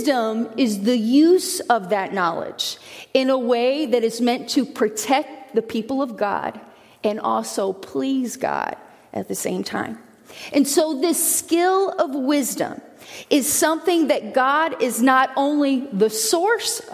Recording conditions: large echoing room